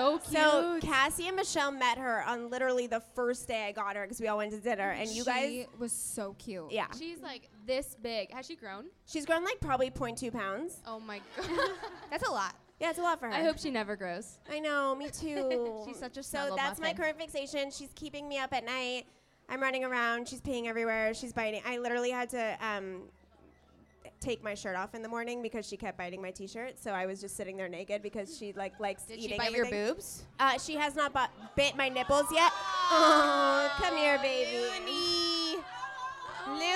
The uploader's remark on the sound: LIVE EVENT. Friday night was SUCH a success - it was so amazing to meet all of our sisters and celebrate a night of sisterly vibes.